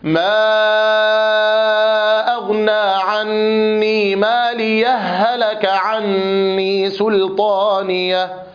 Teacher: فصلنا ما بين الهاءين، ما أغنى عني مالية هلك عني سلطانية. والوجه الثاني القراءة بعدم السكت، وحينئذ يجب الإدغام من قبيل المثلين الصغير